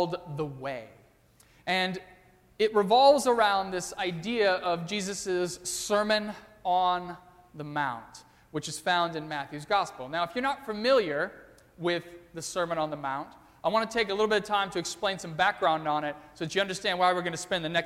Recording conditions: large echoing room